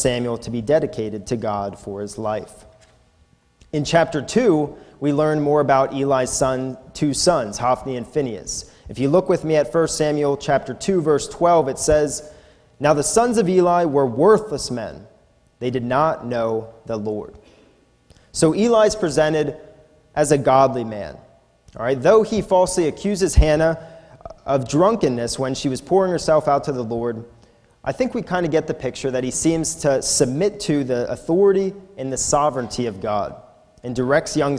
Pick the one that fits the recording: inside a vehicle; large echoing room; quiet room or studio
large echoing room